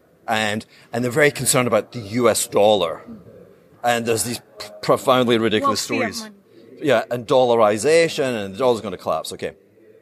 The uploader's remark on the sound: Here is a behind the scenes interview I gave at the Bitcoin conference in Amsterdam.